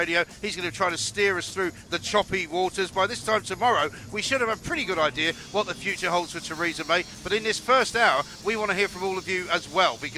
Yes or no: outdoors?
yes